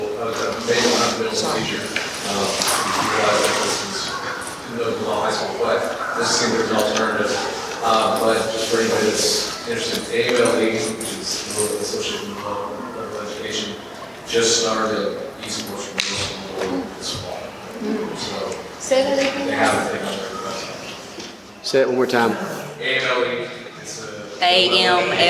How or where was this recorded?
live audience